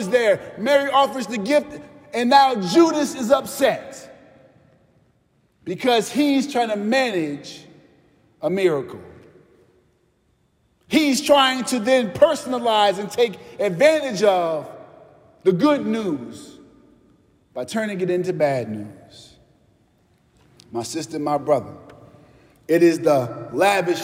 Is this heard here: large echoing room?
yes